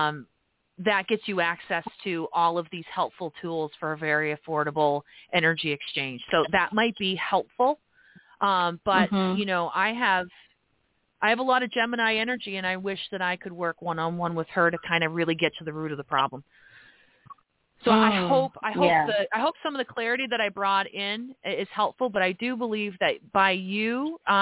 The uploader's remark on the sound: This live program leaves room for callers to ask astrological questions and have their chart read.